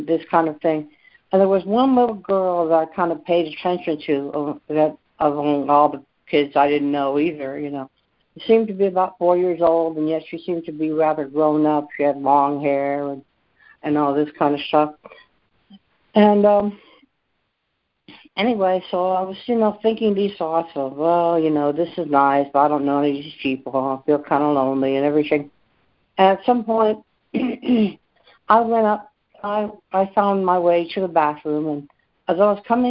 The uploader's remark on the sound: ACIM Daily Conference Call.